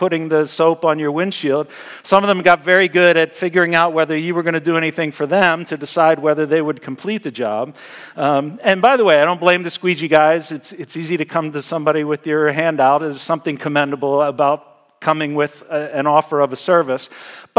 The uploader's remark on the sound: Message Preached at Valley Creek Church.